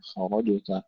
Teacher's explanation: تفخيم الخاء والراء ثم ترقيق الجيم مع القلقلة